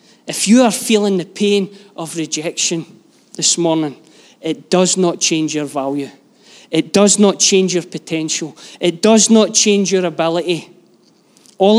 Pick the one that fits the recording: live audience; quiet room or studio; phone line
live audience